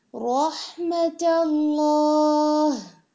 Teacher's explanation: हा की अदायगी जो कि वस्तल हलक यानी दरमियानी हिस्से से अदा होता है हलक के, तो उस जगह के उधर से ही ये वाला हा